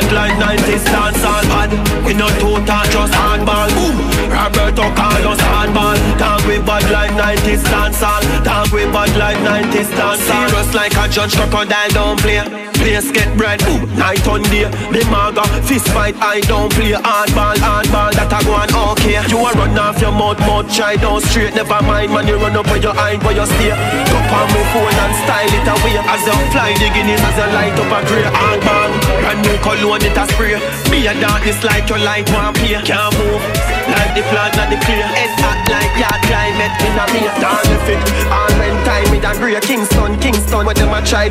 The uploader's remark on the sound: Live Twenty One Sound Bar 18 - 01 - 2024